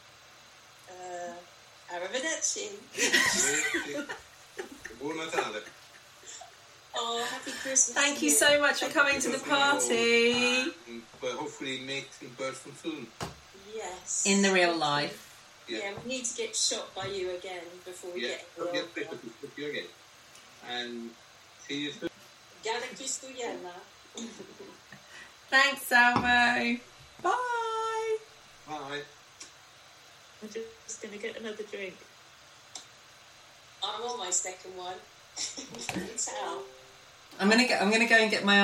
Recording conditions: poor sound quality